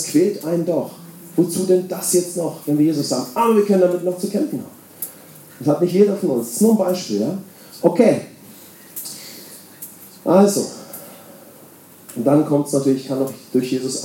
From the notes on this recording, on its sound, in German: Wir bitten die geringere Aufnahmequalität zu entschuldigen. Bei der Aufnahme gab es technische Schwierigkeiten mit unserem Mischpult. Deshalb mussten wir die Sicherheitsaufnahme mit einem Iphone verwenden.